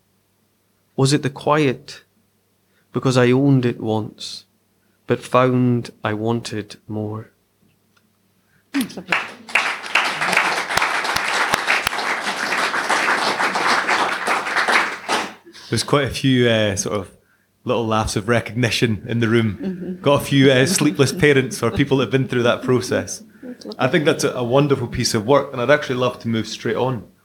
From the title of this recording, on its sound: live at Push The Boat Out 2023